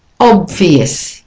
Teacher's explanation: You do the B really quickly and then go to the V. You need to get used to those two together. · Term: consonant cluster